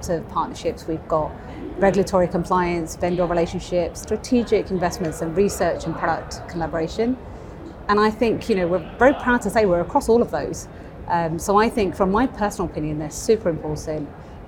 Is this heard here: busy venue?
yes